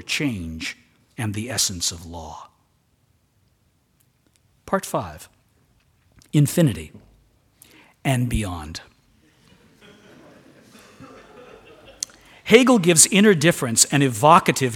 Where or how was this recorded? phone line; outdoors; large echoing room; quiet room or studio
large echoing room